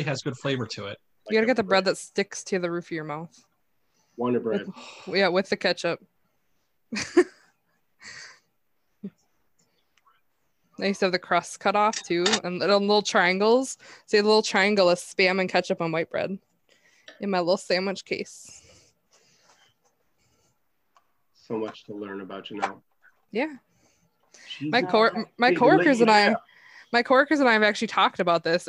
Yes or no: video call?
yes